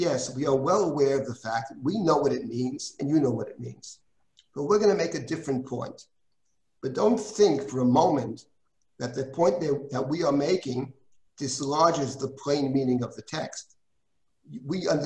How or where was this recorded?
video call